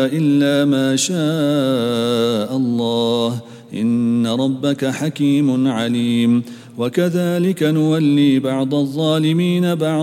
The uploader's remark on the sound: at the Houghton Masjid (West Street)